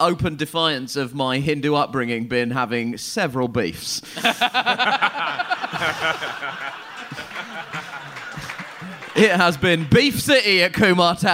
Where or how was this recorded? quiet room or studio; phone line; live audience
live audience